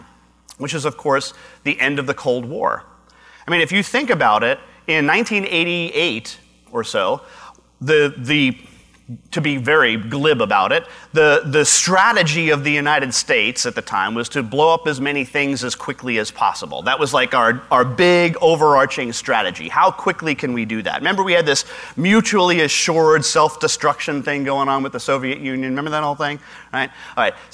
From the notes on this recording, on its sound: Live Broadcast at the The IPBC IGNITE Conference.